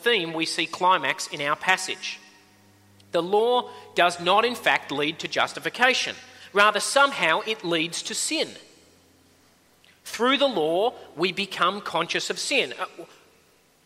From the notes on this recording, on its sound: At a Church in the Graveyard service